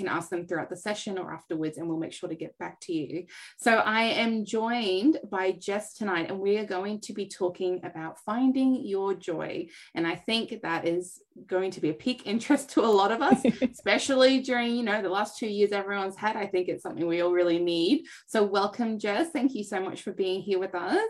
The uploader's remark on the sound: This is a replay from the Live Aussie Mums' Mental Health Virtual Event